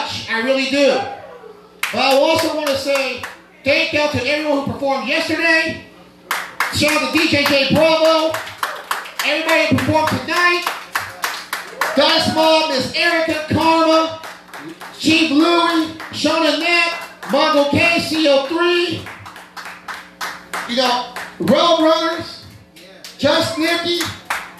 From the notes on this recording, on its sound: Live From Most Hated:Unfinished Business Night 2 5/16/21